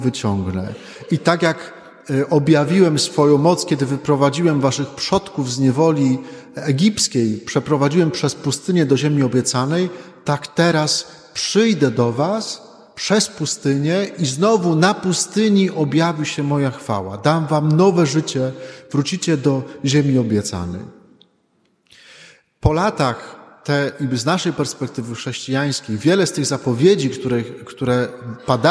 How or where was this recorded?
large echoing room